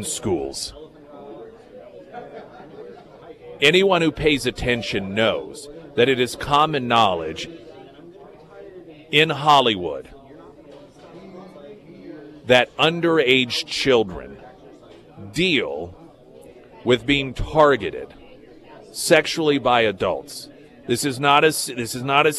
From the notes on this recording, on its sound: live at Scramblers Diner.